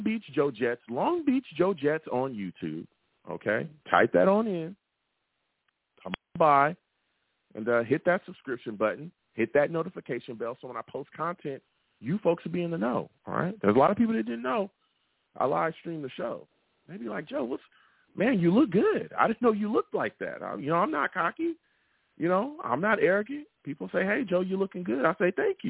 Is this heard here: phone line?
yes